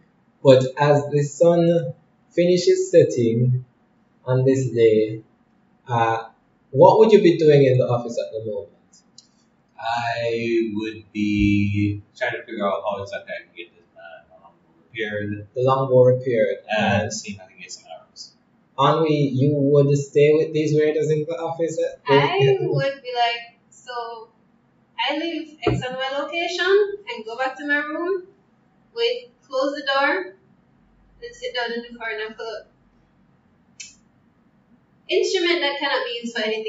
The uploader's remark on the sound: The first 15 mins of the audio is a bit choppy because we started the session without the studio mics (whoops), but its fixed later down. Our players having to kill mosquitoes mid session.